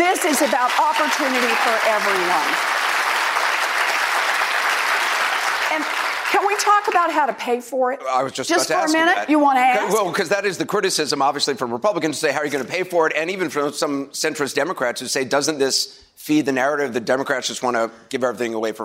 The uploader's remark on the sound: during a live town hall